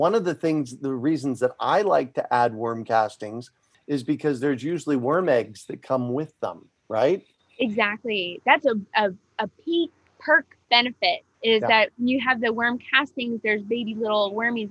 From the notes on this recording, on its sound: The Urban Farm Garden Chats. A relaxed conversation in a Zoom room with a special guest. They answer questions from the live listening audience.